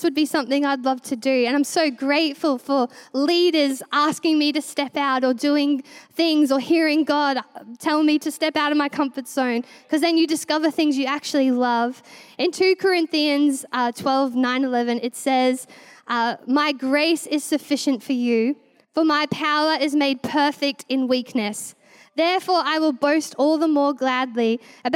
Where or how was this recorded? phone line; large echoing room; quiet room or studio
large echoing room